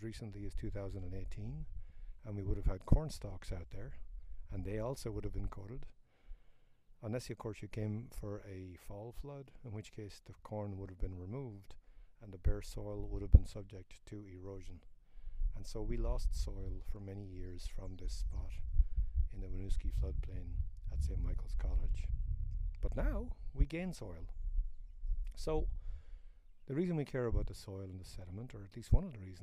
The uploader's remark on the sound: These are some of the questions I discuss as I walk about in the Winooski River floodplain. This a recording out in the natural world and the audio quality is sometimes affected by wind. And airplanes.